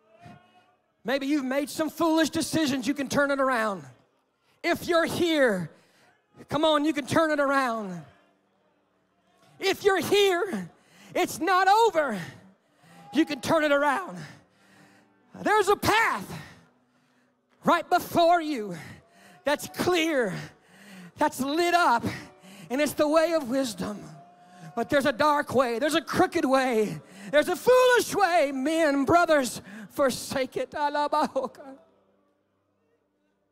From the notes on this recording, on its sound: takes the stage at the National Menistry Conference, captivating the audience